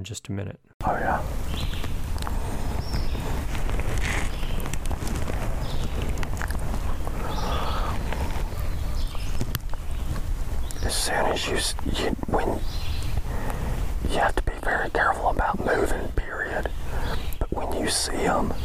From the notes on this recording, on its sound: The audio of the hunt. This week I share the story and audio of a hunt with no shots fired.